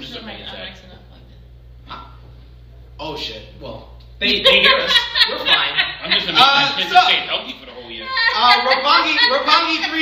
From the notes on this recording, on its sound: Full Gear LIVE at Luv Story Bar.